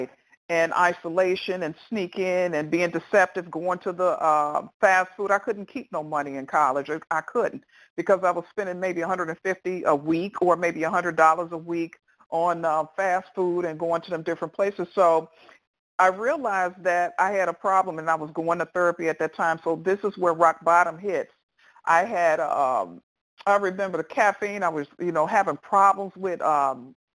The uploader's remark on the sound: qualification from the 100 Pounders Phone Meeting, date unknown